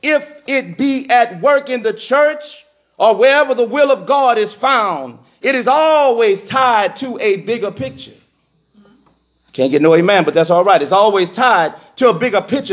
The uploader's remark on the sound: This message was recorded in the sanctuary of True Vine Missionary Baptist Church.